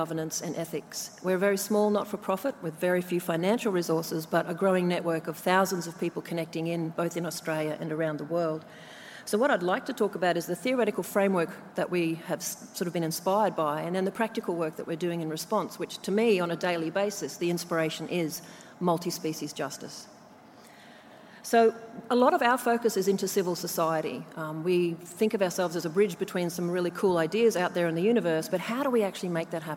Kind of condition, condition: setting, live audience